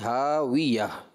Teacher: واؤ جو تھا حرف شفویہ ہے، اس میں آپ نے ہونٹوں کی گولائی سے پڑھنا تھا